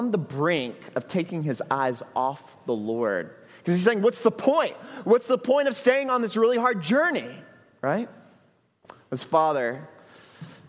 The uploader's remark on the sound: at Trinity Church, Puerto Rico